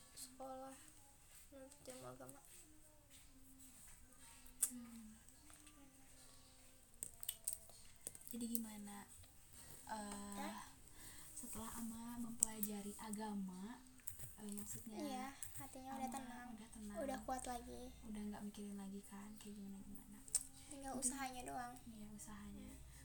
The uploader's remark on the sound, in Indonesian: Dan yaa ga sengaja untuk record. Alhasil banyak noise.